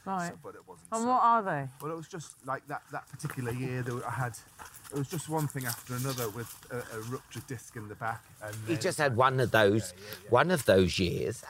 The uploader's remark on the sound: while walking their dogs